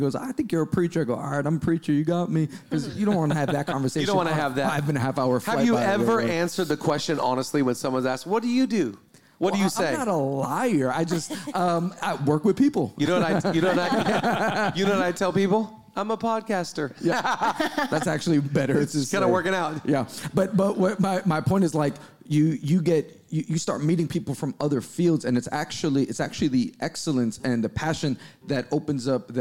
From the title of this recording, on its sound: 100th Episode Live Recording